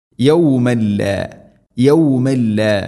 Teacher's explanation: തൻവീന് ശേഷം ലാം ഇദ്ഗാം ബിലാ ഗുന്ന, മണിക്കാതെ കൂട്ടിലയിപ്പിക്കണം.